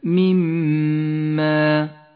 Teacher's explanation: الميم المشددة في كلمة مما، تغن بمقدار حركتين